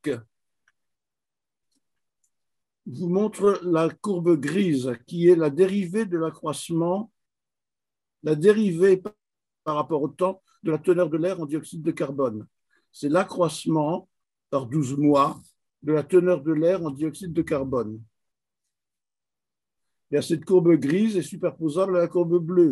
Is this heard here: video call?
yes